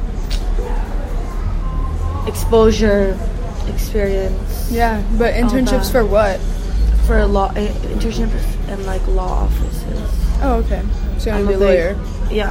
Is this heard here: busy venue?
yes